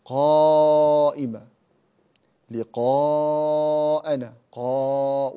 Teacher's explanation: وتبقى الألف مفخمة تبعا للقاف المفخمة